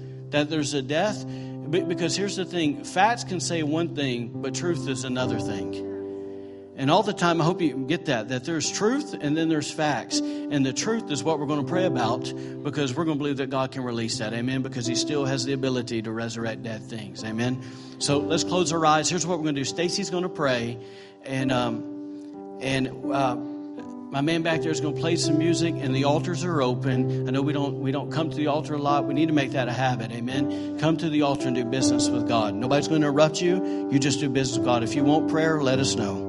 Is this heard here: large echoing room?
yes